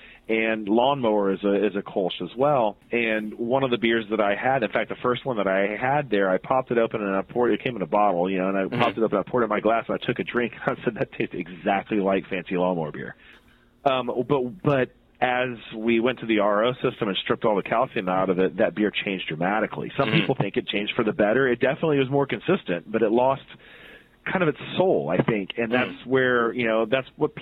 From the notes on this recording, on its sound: had the chance to talk to him on the phone